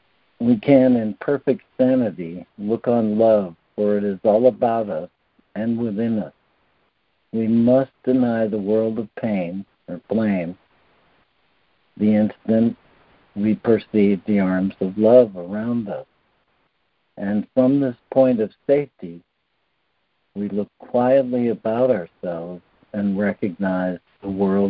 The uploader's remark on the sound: ACIM Daily Conference Call